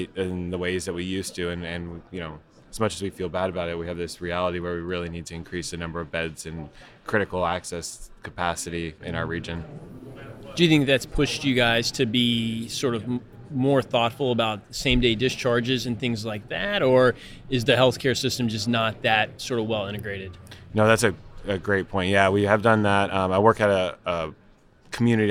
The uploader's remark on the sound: recorded at the 2021 AAHKS Annual Meeting